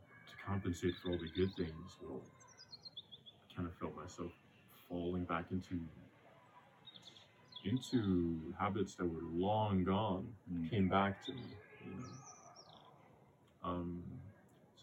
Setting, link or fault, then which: fault, background noise